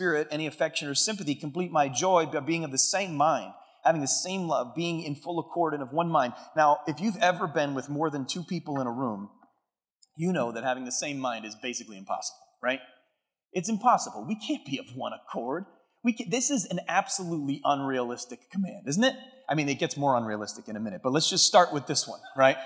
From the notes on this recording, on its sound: keynote message from Converge Northeast's October 2023 event, the Advance Conference